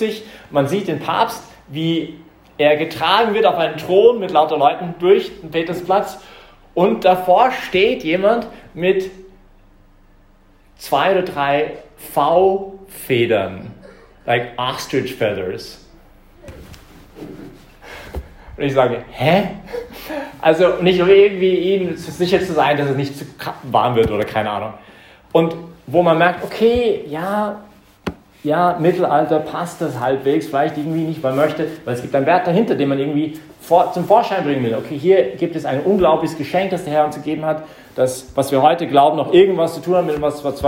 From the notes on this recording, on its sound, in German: Das ist die Predigt, die ich heute Abend bei der YP Messe im Zentrum Johannes Paul II.